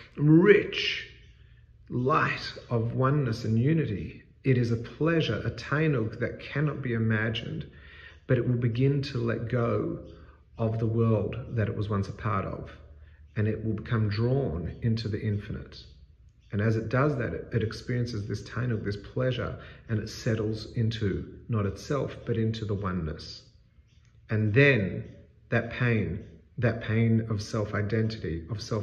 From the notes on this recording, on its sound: This segment is part of a larger talk and was recorded in a large space with a powerful echo.